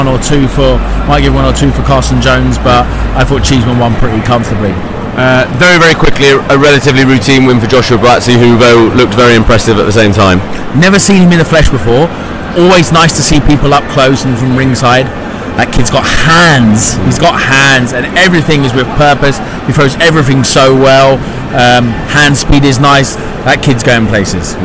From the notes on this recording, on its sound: Live from The O2 Arena in London for 'British Beef'. Starting in the lounge where we give our pre fight thoughts before we head ringside.